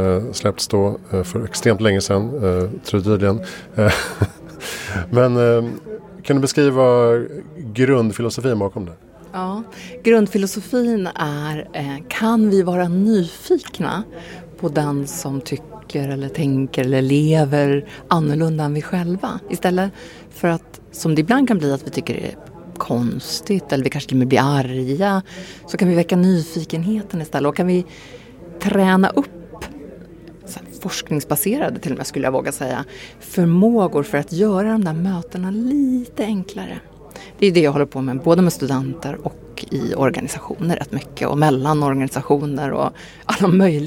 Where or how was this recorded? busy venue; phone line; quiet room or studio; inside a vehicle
busy venue